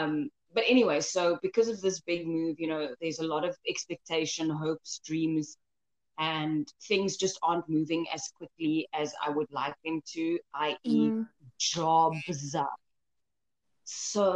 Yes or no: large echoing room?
no